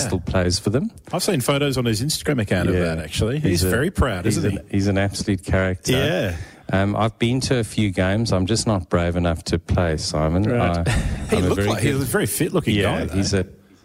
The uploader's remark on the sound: The Wine Show Australia went on the road to the Barossa Valley for a Live 3hr show from the Barossa Cellar.